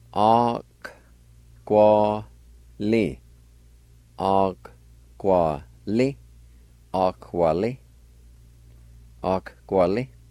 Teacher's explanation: Most of the times, when you drop a vowel sound on the G, it almost turns into the K sound